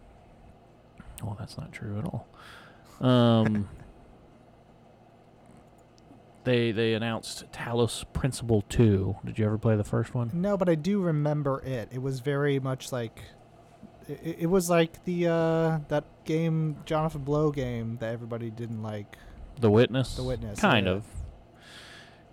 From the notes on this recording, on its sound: The One Where We Get In The TRUCK.